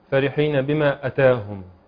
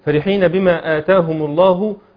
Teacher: لازم امد مد بدل بمقدار حركتين · Shown in: second take · ولازم افصل أو أعرف الفرق ما بين الفعل أتى وما بين الفعل آتى.